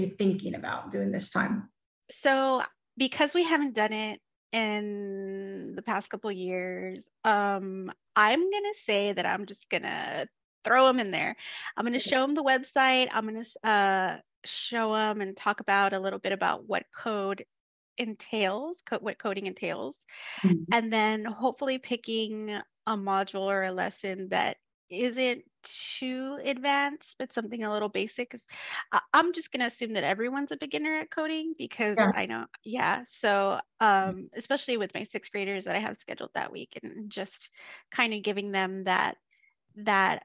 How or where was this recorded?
video call